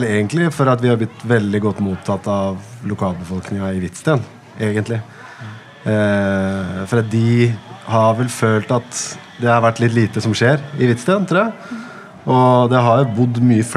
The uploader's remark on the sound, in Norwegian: Samtalen foregikk under programslippet i Vestby